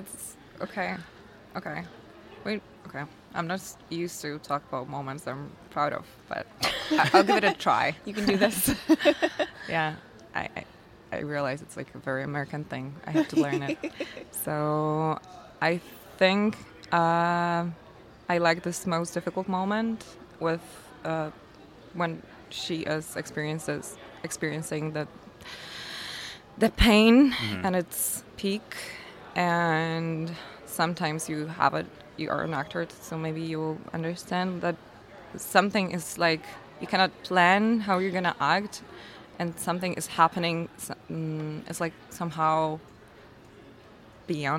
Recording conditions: busy venue